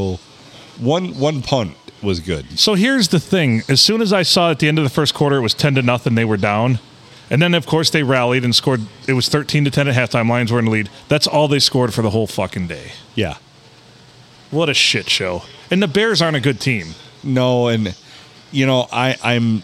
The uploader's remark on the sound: Recorded in Minden City at the Stumble Inn.